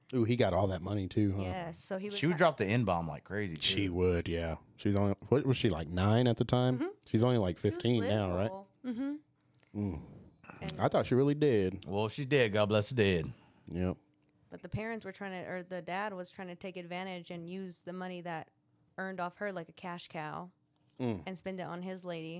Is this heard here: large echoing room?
no